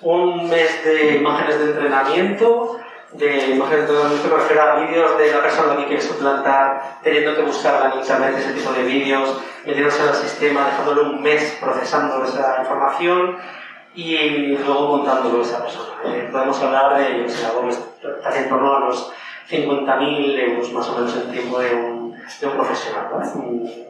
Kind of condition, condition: fault, poor microphone